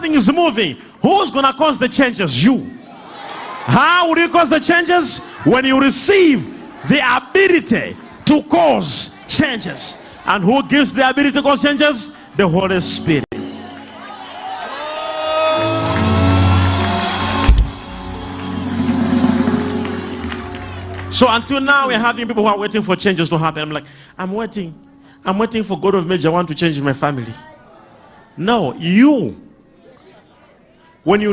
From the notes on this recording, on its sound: LIVE SUNDAY SERVICE